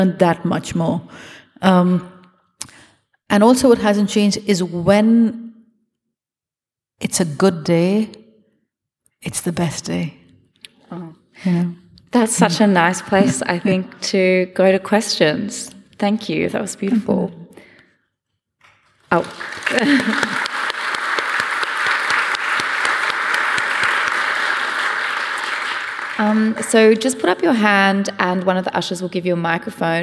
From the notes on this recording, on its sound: This event was recorded on Wednesday 9 November 2022 at The Capitol as part of the Wheeler Centre’s Spring Fling program.